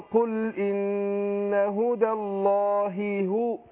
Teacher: الهاء حرف خفي، حرف خفاء، فلا بد إن أنا أضغط على المخرج عشان يبان